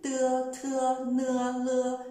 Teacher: 是舌尖顶住上齿龈发音